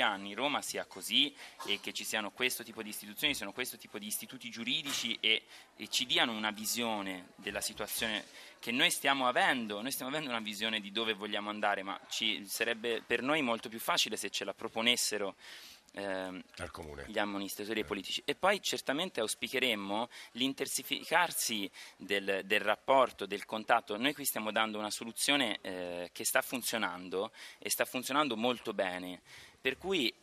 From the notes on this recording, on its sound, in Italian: in diretta dal Centro Baobab di Roma